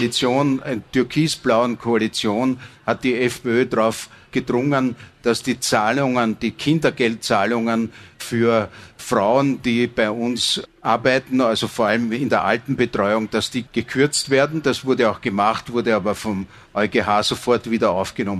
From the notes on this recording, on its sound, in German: Wir haben diese Folge von »Inside Austria« live auf der Messe »Inside Austria« aufgezeichnet.